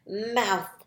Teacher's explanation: My tongue comes out and sticks between my teeth. Mouth. So we write T-H.